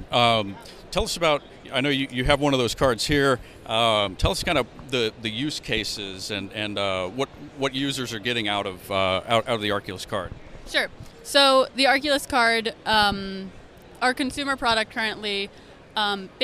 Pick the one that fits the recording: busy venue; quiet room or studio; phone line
busy venue